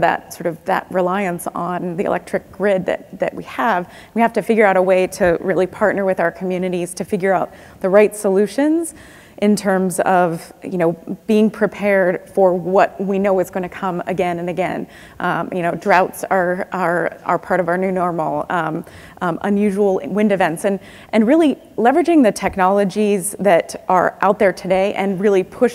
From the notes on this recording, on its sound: The best of live interviews from GreenBiz events.